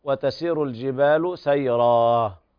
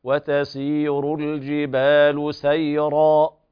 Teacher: وتسير الجبال سيرا، يعني لا تقلب الألف هاء، لا تقل وتسير الجبال سيرا، فبعد انتهاء المد يصير هناك هاء بعد انتهاء الصوت، هذا خطأ. سيرا هذا ألف مدية، مد عوض عن التنوين المحذوف، فتمد مدا طبيعية · Shown in: second take